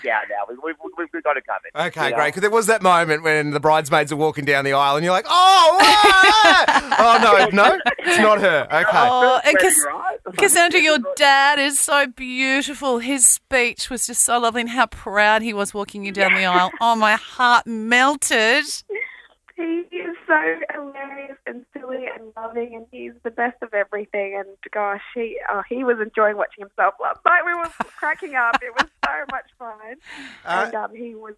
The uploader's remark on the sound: phoned